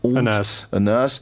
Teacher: de wegval van de H aan het begin van het woord